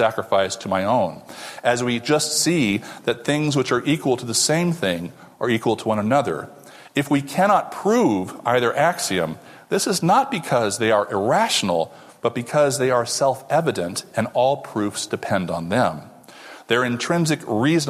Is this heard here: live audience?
yes